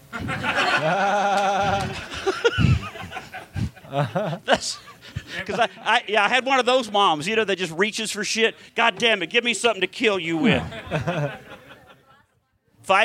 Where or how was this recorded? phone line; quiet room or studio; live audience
live audience